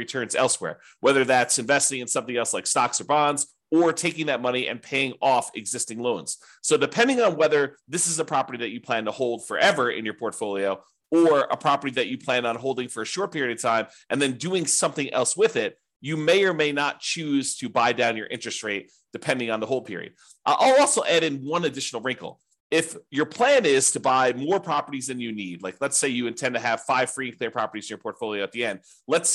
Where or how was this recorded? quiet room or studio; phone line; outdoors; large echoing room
quiet room or studio